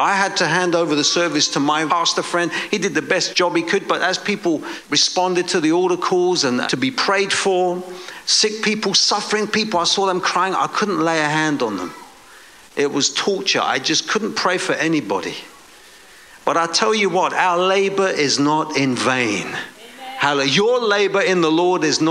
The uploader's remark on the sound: preaching at a Church in Boston